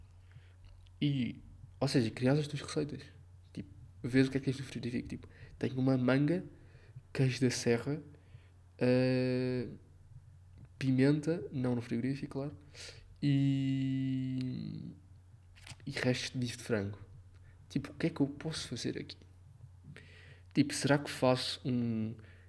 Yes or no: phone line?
no